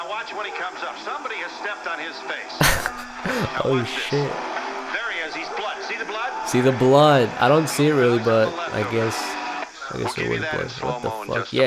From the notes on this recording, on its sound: stomach and mouth noises galore